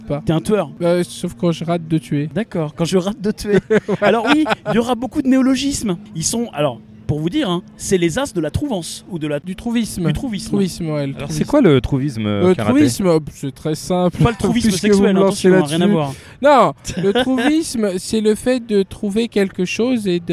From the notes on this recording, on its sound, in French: Lors de la Retrogaming Play, notre équipe a enregistré une série d’interviews